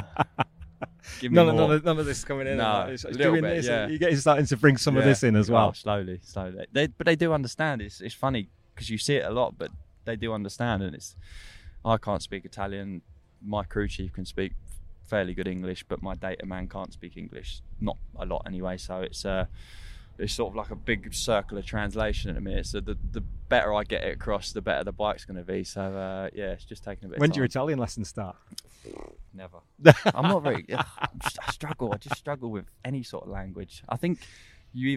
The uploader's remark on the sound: candid chat recorded at Donington Park